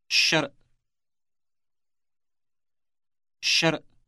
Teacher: Note that the first sound, sh, is long.